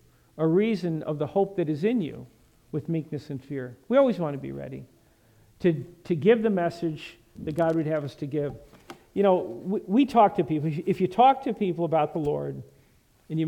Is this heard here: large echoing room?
yes